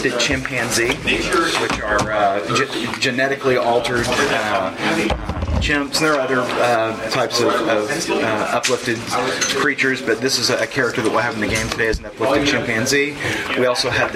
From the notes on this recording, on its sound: recorded at Fear the Con 7